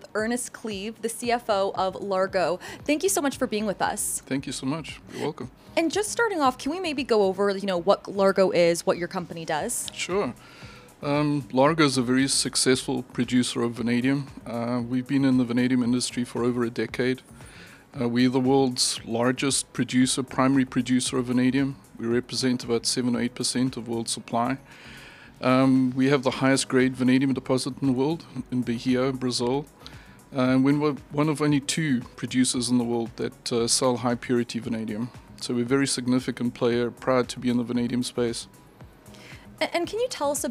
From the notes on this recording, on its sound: 2023 PDAC Mining Conference 1x1 Series. At this year’s 2023 PDAC convention - one of the world’s largest mining conferences.